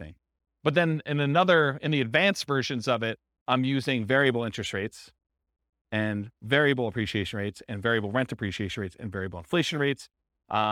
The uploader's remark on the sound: This was a live class recorded